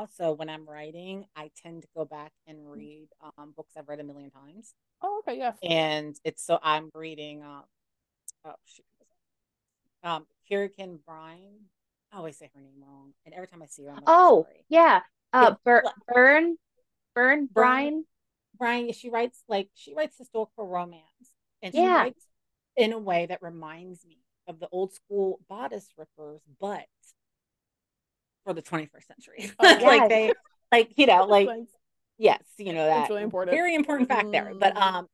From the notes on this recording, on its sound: Apologies for the audio - we went back to our Zoom roots and it did us dirty.